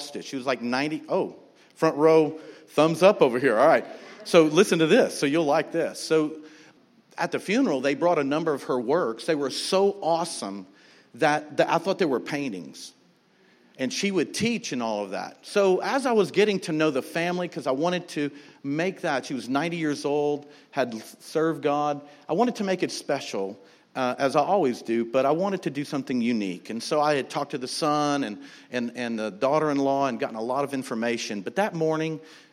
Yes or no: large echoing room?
yes